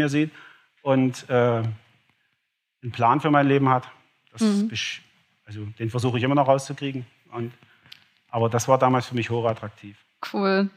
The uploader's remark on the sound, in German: Live auf der Campus Connect Konferenz 23 in Leipzig.